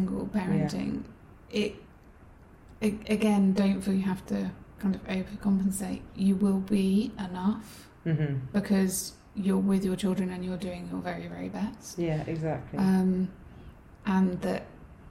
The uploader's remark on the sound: Our apologies for the background whirring during this episode. Lap top fan was having a funny 5 minutes (or so..!).